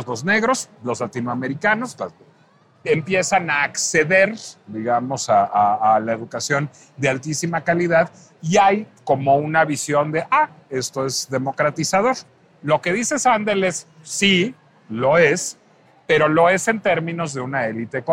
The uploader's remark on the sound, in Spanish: Heraldo Podcast transmitió completamente EN VIVO desde la Feria Internacional del Libro (FIL) de Guadalajara.